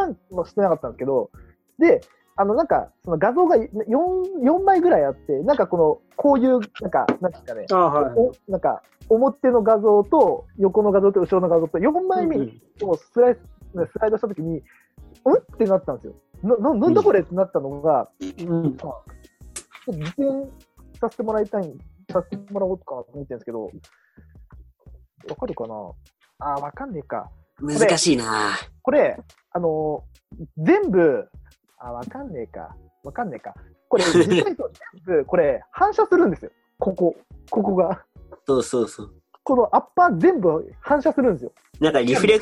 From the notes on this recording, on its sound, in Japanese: 4人で行ったZOOMコラボ収録